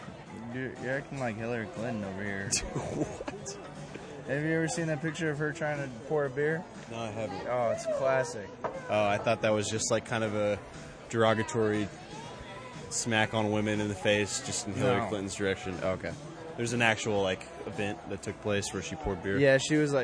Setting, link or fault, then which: setting, outdoors